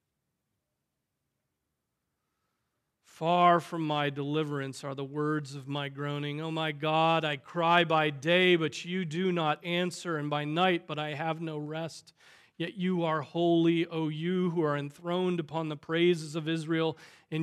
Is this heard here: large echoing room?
yes